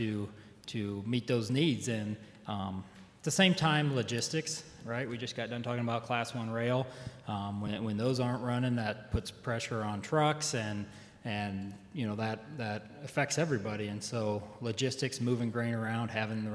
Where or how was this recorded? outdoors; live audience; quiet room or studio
live audience